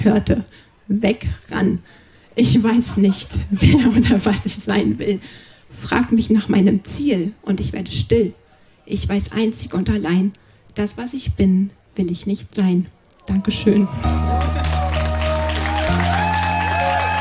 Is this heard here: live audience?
yes